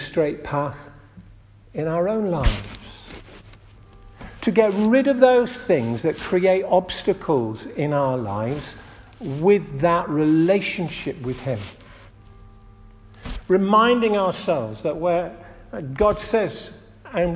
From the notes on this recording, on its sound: This audio recording was taken at the 10:30 Communion service at St Oswald's Church, Askrigg, North Yorkshire.